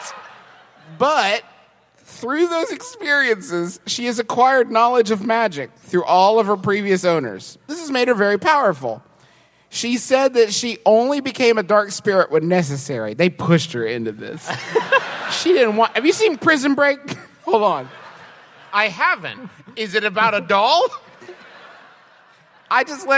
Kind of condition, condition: setting, live audience